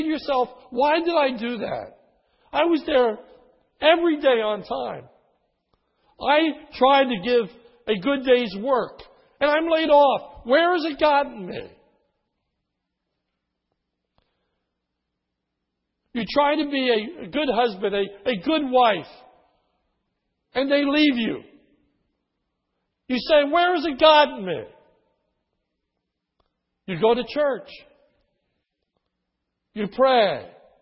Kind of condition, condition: setting, large echoing room